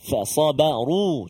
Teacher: Ha, itu terkesan dengan ketebalan huruf sad. Dan ra yang baris dhammah kena tebal.